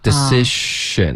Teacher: 记得它是一个 sh 的一个嘴型